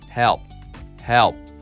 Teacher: P もね、プってね、言わないで、唇閉じるだけなんだよね。まあ、あとちょっと空気が漏れるぐらいかな。プってはっきり言わない。プッ、プッ、プッ。このくらいだもんね。なので、help、help。そういう意味での、まあ、ヘウ、ね。ひらがな。まあ、ルビっていうのはね、もう本当に日本語の表記での限界に挑戦した結果なんだ、これは。help、help!